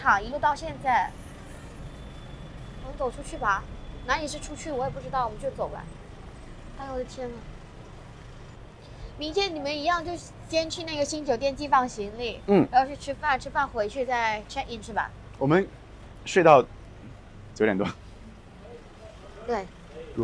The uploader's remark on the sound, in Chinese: 大马免签之旅吉隆坡citywalk。边走边聊 有点吵。